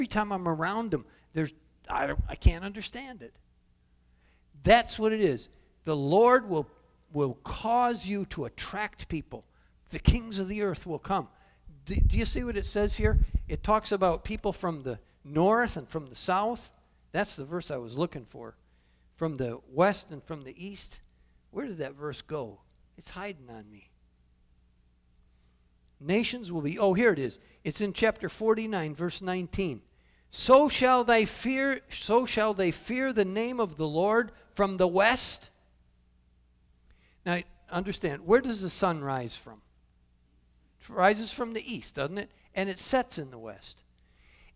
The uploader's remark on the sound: Calvary Assembly of God live Stream.